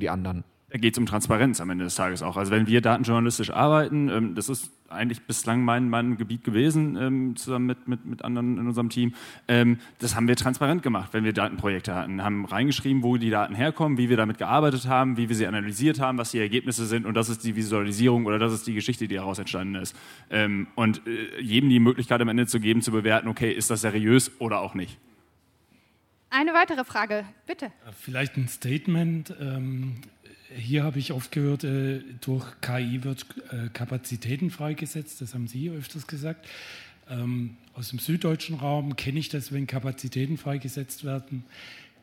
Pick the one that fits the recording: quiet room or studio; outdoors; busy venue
busy venue